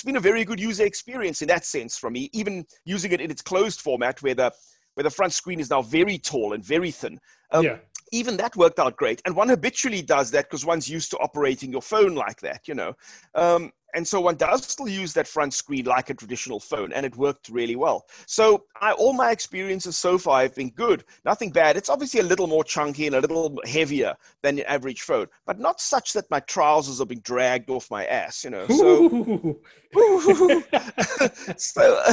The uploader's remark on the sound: Zoomcast. Recorded via Zoom.